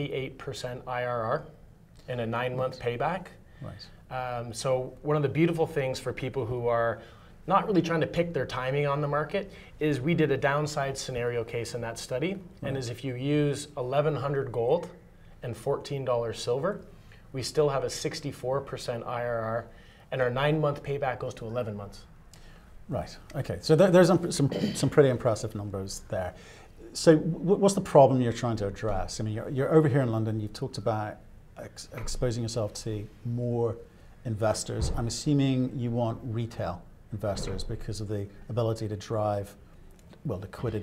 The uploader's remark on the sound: At the 121 London Mining Conference.